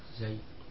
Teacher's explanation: Wahuwa ibaratun an dhammisyafataini ba'da taskinil harfi. Jadi dibaca ismam, yakni setelah mensukun hurufnya, dua bibir kita gabungkan.